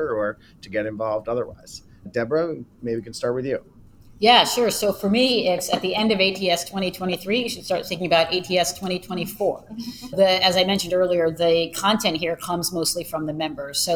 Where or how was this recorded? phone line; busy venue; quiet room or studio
busy venue